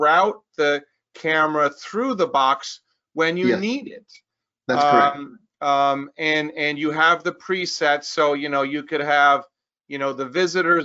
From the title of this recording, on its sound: Webinar Recording